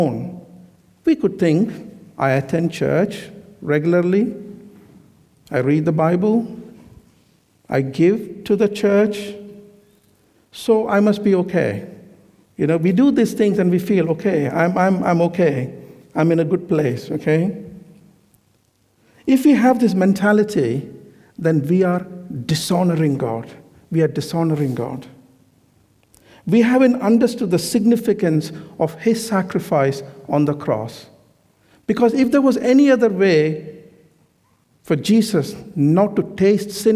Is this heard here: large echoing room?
yes